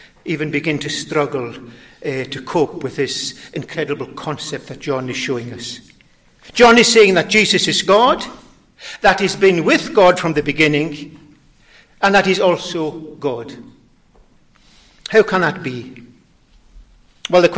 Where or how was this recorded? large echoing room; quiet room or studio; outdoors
large echoing room